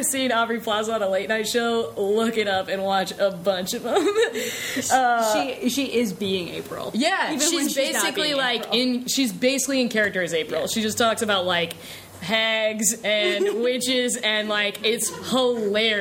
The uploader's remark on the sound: In front of an audience of friends, past guests, and fellow contributors to this incredible live celebration. Before a backdrop of an early edition of the Ron Swanson Pyramid of Greatness.